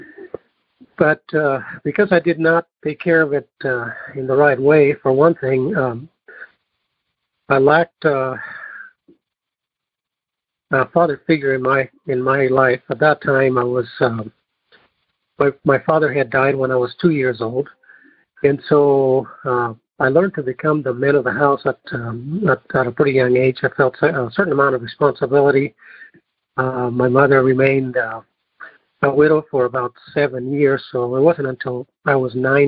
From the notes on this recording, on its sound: Noon Phone Speaker Meeting.